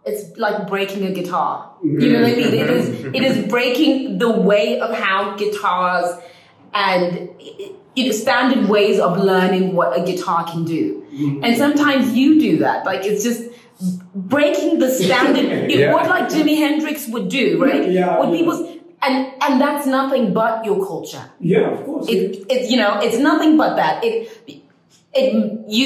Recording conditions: echo